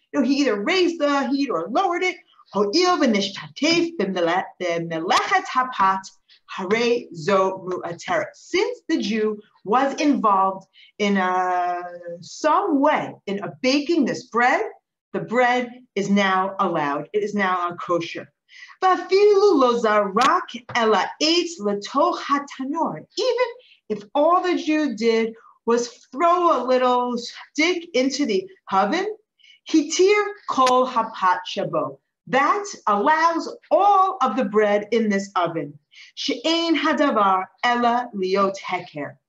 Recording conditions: video call